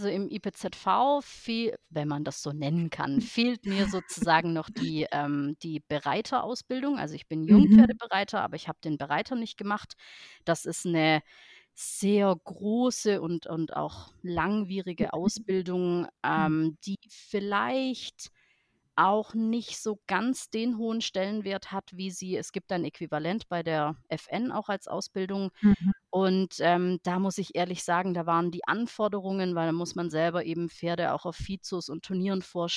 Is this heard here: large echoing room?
no